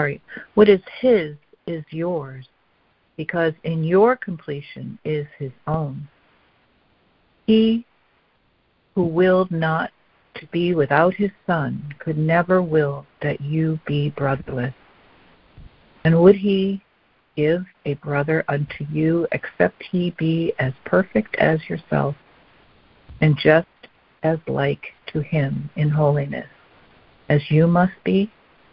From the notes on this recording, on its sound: ACIM Daily Conference Call